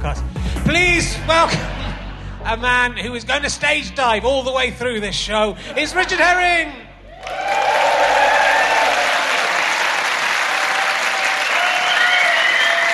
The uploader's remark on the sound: back at the Manchester Podcast Festival